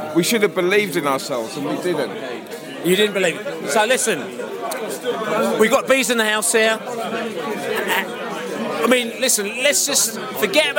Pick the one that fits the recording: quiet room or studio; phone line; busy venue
busy venue